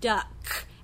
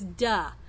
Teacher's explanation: So, for example, in a word like if a child is trying to use the word duck and he just says duh, that's a final consonant omission or deletion · Shown in: second take